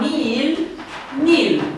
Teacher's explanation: Nihil, da, care înseamnă nimic, la un moment dat evoluează în felul acesta, nihil, nil, da? E limpede că acest i este lung, e rezultatul unei contrageri. · Term: vocală lungă